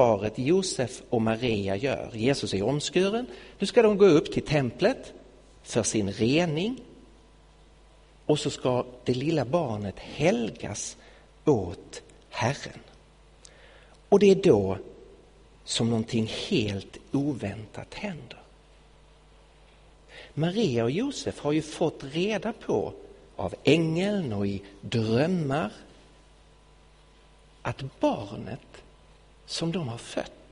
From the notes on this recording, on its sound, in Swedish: Inspelad i Betlehemskyrkan i Stockholm 2016-01-31.